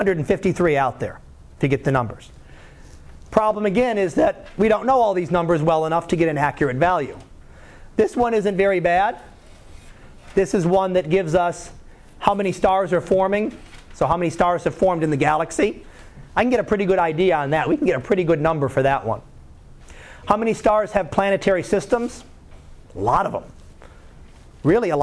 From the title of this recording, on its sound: Live Class Lecture